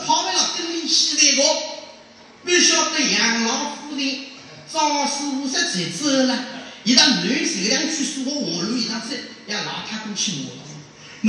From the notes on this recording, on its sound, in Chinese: 莲花书场实况录音。